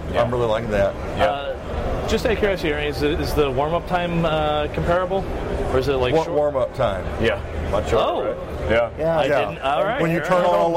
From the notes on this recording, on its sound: We are live from the show floor of InfoComm 2016.